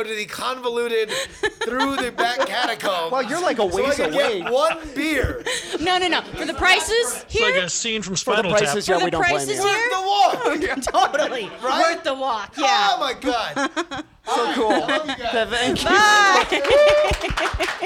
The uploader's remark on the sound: Live from Nerdtacular13…AGAIN!